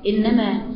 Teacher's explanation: أن النون المشددة والميم المشددة غنة وزمن الغنة حركتين